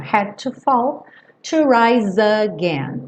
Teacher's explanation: Had to, também não vai pronunciar o D e o T separado, tudo juntinho.